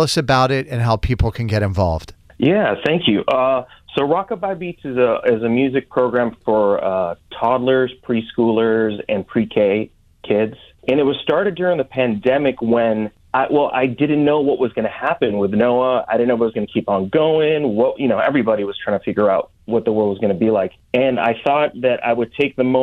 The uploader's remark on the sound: He just performed on Saturday Night Live this past weekend and called in to share his bucket list moment with us!